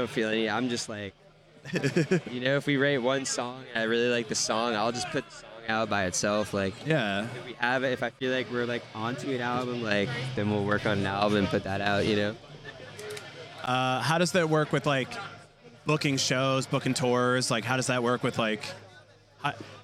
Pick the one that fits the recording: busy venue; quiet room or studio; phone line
busy venue